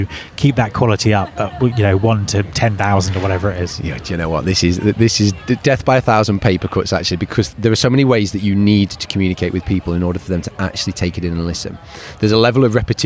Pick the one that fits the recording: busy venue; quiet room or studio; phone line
busy venue